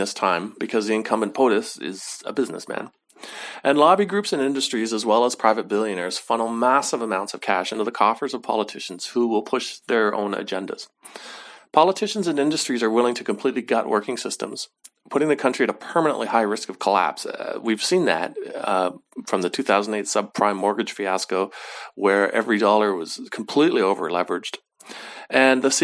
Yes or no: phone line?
no